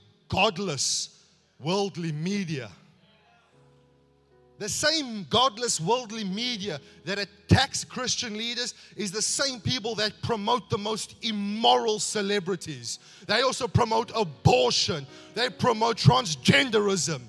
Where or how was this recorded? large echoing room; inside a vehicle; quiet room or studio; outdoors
large echoing room